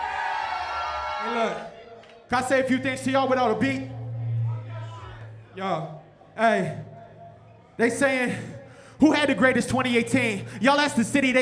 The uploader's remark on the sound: performance burning up the Pioneer stage at the Chreece hip-hop festival in Indianapolis on August 24th, 2019